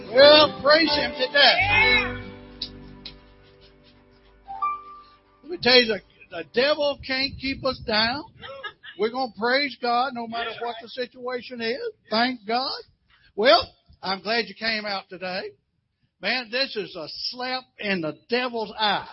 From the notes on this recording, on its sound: Live - Drive In Service. Our live drive-in service.